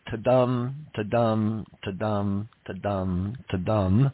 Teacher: If you want to do it specifically with the iambs, go ahead and ensure that each line of verse has 5 of the ta-dum, ta-dum, ta-dum, ta-dum, ta-dum, unaccented, accented iambs, 5 iambs. That's where you get the word pentameter.